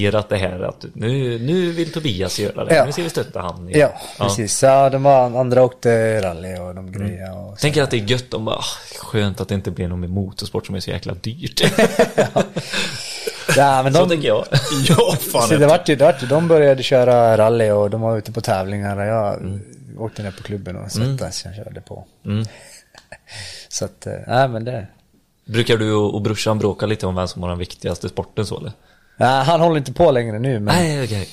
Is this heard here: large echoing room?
no